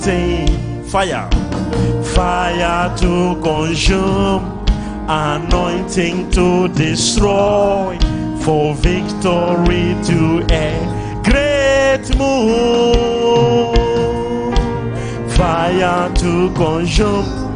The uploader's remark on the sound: LIVE MID WEEK SERVICE| ECG CHURCH